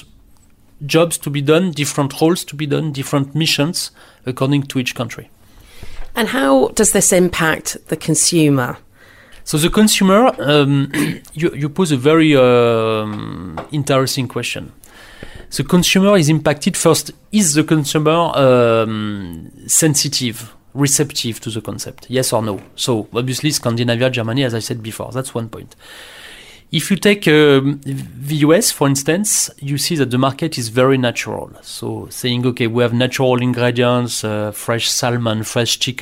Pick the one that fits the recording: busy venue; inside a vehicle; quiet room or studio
quiet room or studio